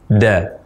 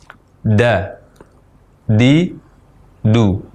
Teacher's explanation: Huruf dal yang fasih diucapkan dengan mempertemukan antara ujung lidah dengan gusi dua gigi seri atas. Da. Dan saat mengucapkan huruf dal ini, lidah kita tidak sampai menekan pada gigi.